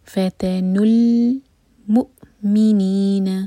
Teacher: ان الذین فتنوا، نون کا ضمہ آگے لام سے کنیکٹ ہوگا. فتنل، اور جب لام ساکن آئے تو اس پر جھٹکا نہیں آنا چاہیے. لام پر زبان رکھیں اس سے پہلے کہ آپ میم ادا کریں